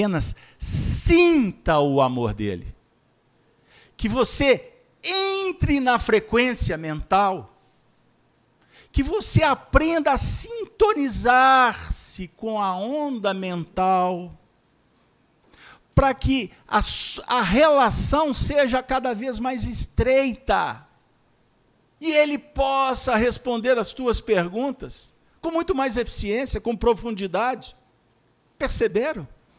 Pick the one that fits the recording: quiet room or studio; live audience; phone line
live audience